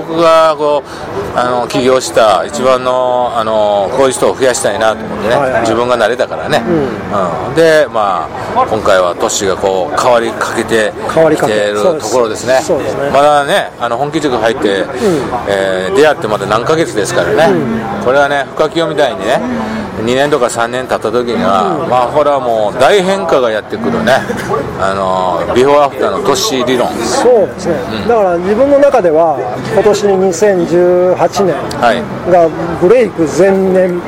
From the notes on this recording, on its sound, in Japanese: 岡山駅前のイオンのスタバにて。